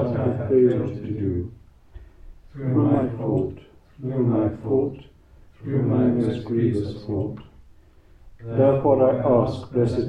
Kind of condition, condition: setting, live audience